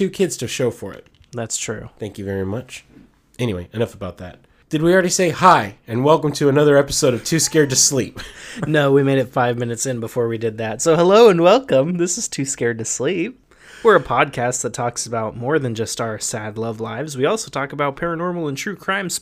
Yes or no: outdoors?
no